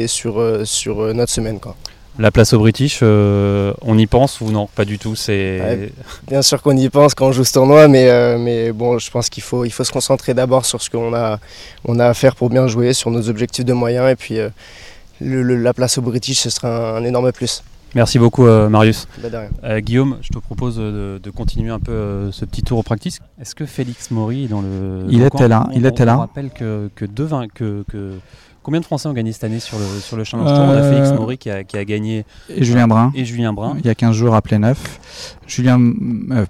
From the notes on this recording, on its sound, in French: direction le Vaudreuil Golf Challenge pour une émission en direct du golf normand